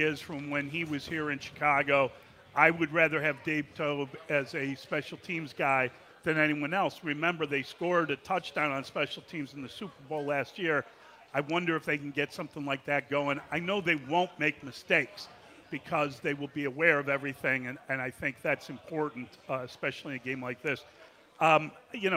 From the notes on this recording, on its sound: live in Benchmark in Old Town for the Circa Big Game Watch Party